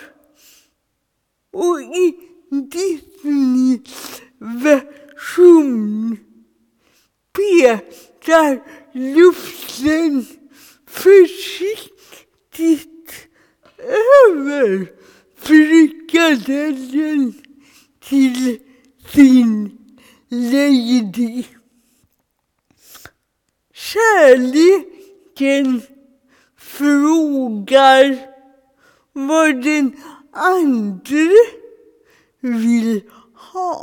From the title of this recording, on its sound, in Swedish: Gudstjänst 14 februari 2021, ljudfil